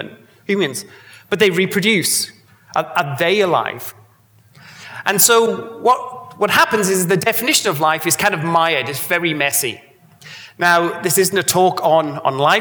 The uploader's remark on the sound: A Sydney Ideas event held on Thursday 16 August, as part of 2018 Sydney Science Festival.